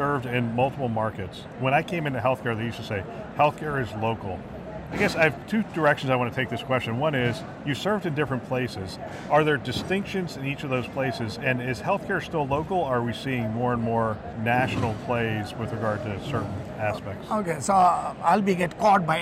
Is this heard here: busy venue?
yes